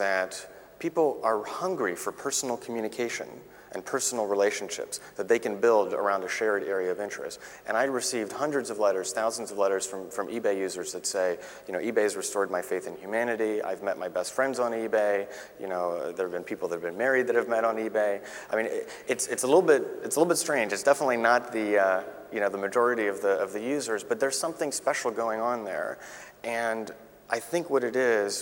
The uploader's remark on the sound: In this podcast, recorded at the 2000 International Achievement Summit in London, England. In his discussion with the Academy's student delegates.